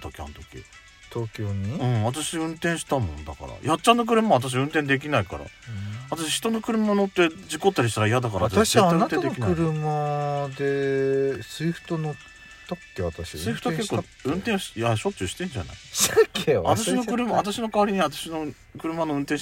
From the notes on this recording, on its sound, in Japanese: 2人組。パーキング収録。